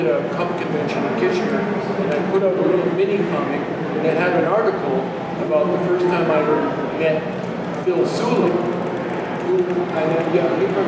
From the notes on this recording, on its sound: London Comic Con 2018 Panel.